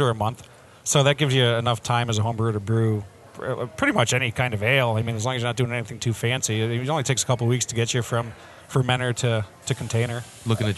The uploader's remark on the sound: We are on location at Bad Sons Beer Co this week